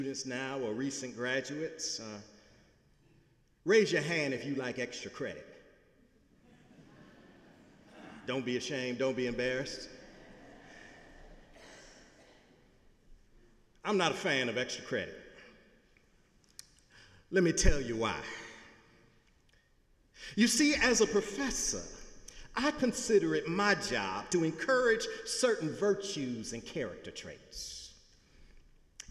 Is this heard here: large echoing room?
yes